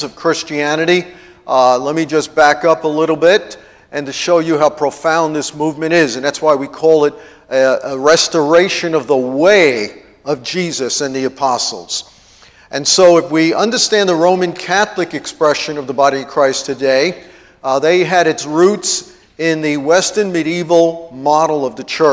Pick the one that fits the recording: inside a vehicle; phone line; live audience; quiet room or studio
live audience